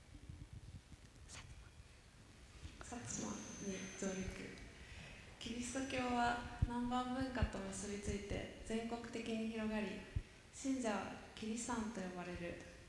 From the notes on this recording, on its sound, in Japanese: 大学生と真剣に向き合い、直接議論を交わしながら行う１回限りの公開授業。TOKYO FM ホールで行なわれた。